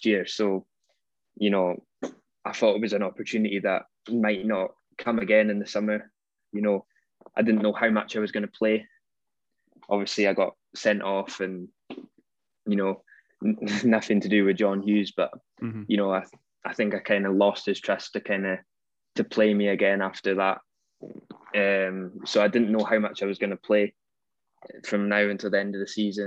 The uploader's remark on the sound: We caught up over Zoom